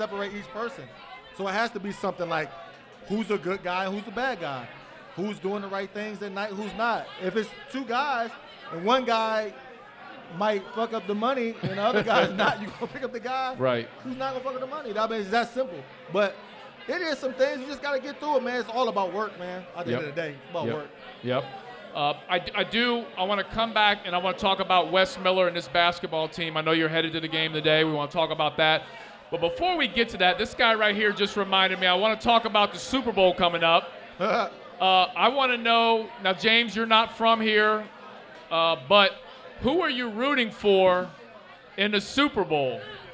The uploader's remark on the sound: LIVE at Mio’s